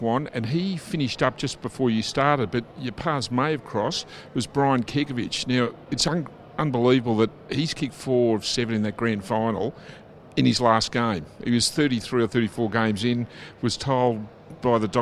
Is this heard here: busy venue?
yes